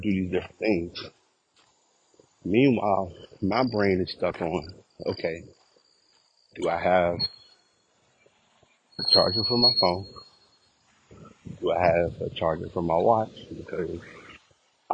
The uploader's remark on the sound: Walking Recording